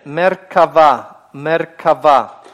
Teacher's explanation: Мы видим, что тоже «мер» – первый слог. Шва закрывает этот слог. Мы видим предыдущий гласный, краткий, безударный. · Term: немое